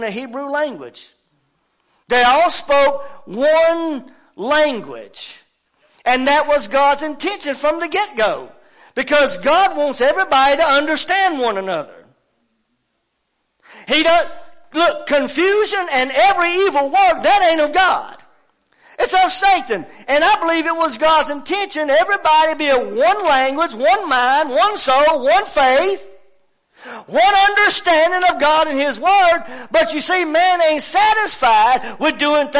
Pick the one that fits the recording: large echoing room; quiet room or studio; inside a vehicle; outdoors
large echoing room